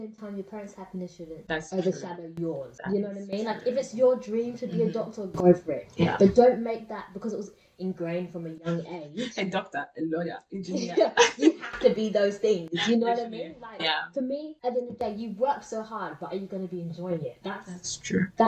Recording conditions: poor sound quality